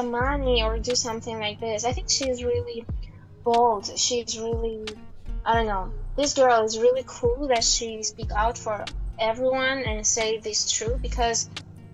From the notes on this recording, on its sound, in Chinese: 这一期我的部分可能音质稍微有点杂音，因为我在户外录的。